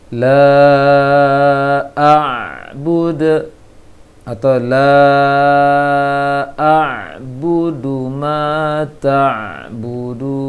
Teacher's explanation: Karena kurang sempurna memberikan hak ain. Maka ain itu dialirkan suara sedikit ketika mengucapkan ain sukun.